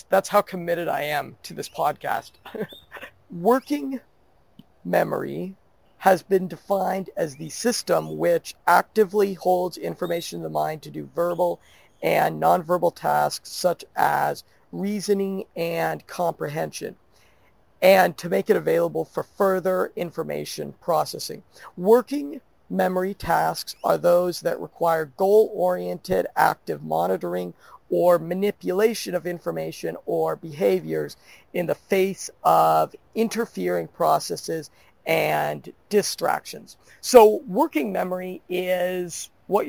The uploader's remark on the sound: Sorry about the audio quality , I recorded this podcast (while being rained on). In a park at the border of Panama and France.